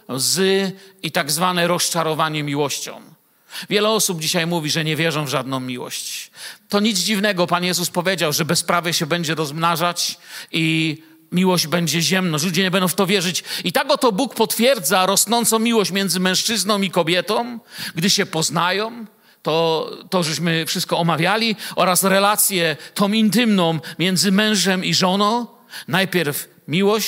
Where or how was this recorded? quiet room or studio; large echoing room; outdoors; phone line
large echoing room